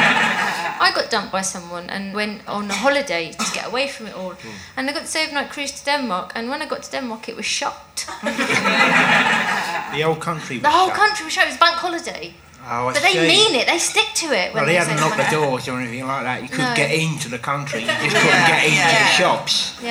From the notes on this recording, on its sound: recorded at the Phoenix in June